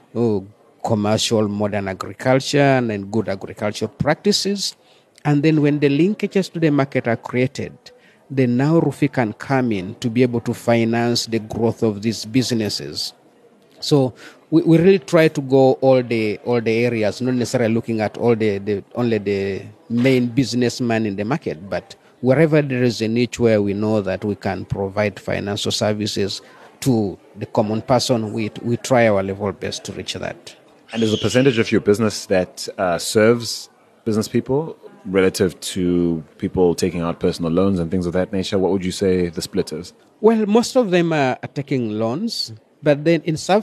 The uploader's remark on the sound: This podcast was taped at the fringes of SPARK’s 7th Annual IGNITE Conference in Amsterdam. A premier gathering of refugees, entrepreneurs, educators, private sector actors, government leaders, academics and NGOs.